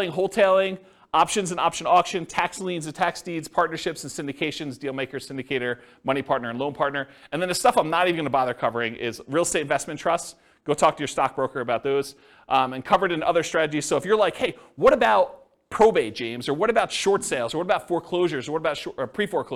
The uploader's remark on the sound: This was a live class recorded.